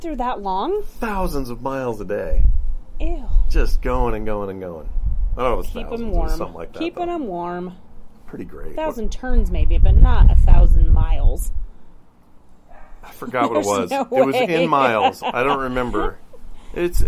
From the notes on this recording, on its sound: outside and the mic had a lot of wind and it annoyed me